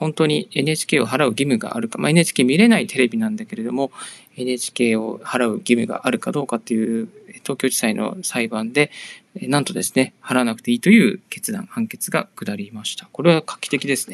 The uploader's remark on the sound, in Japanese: 歩きながらラジオ配信。